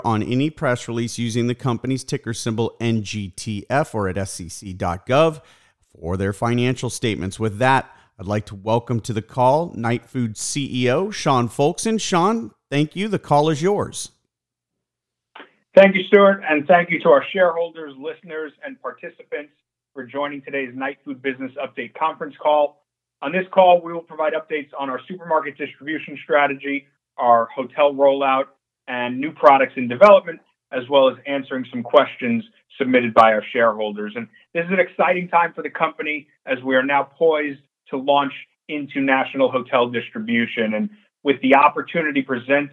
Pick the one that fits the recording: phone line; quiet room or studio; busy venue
phone line